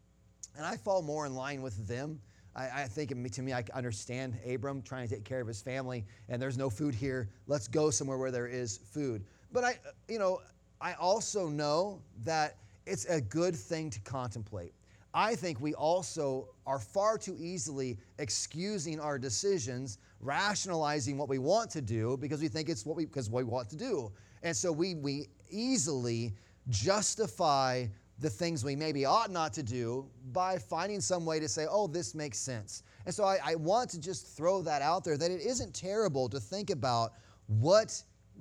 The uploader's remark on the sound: Sunday Morning Sermon Audio